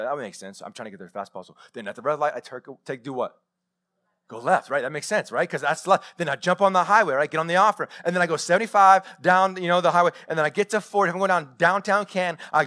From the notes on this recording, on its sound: Live sermon recorded 21-Feb-2021.